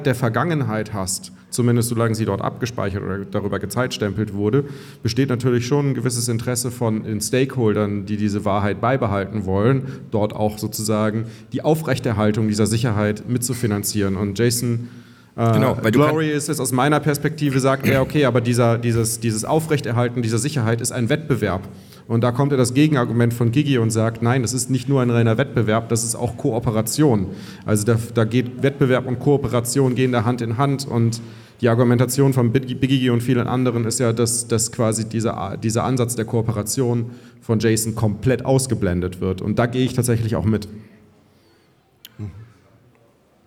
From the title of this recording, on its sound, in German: Live vom Bitcoin Block München